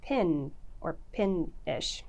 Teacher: Some vowel that's similar to pin and not pen, for sure. That, having the I and E vowels be merged or the same before N and M is a feature of the Midland.